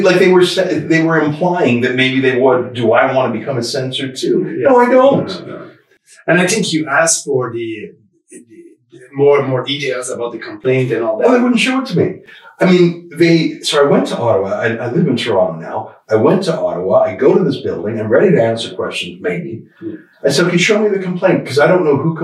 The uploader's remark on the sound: We are sorry for the sound quality, we had some technical problems with the audio equipment.